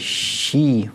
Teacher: Она всегда долгая, «щи», вот какая долгая, дольше всех остальных. А все долгие фонемы, они состоят из двух кратких. · Term: долгое мягкое «ш»